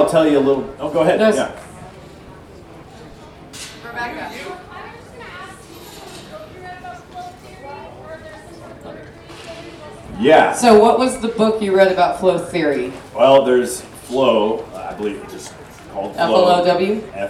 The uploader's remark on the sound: I bring you another episode from Camden, Tennessee at the Self-Reliance Festival. This time, I was a speaker as well as a participant, getting more involved with the festival than previously.